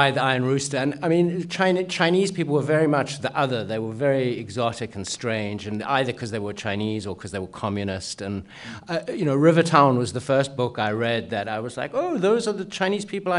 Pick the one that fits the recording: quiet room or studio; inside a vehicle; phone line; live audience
live audience